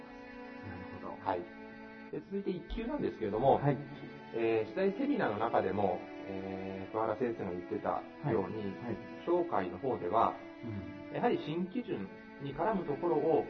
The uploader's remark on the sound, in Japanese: 音声悪くてごめんなさい。録音時の機材状態により音声が聞きづらいです。